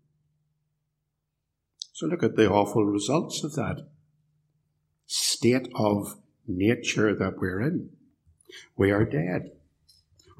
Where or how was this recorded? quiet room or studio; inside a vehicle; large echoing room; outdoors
large echoing room